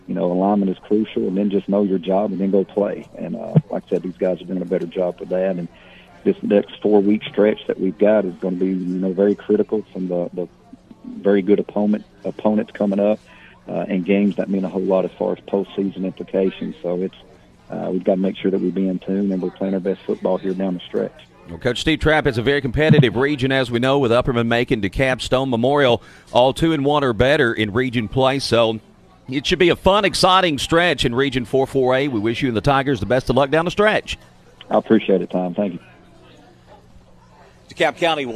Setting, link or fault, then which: setting, busy venue